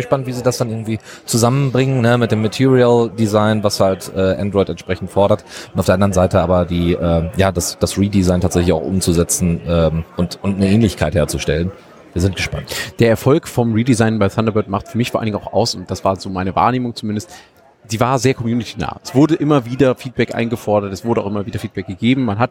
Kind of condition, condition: setting, busy venue